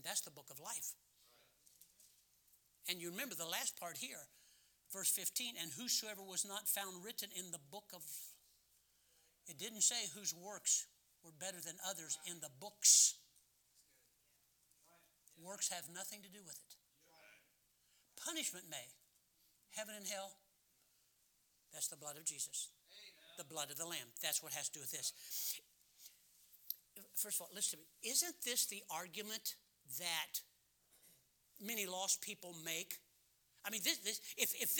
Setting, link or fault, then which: setting, large echoing room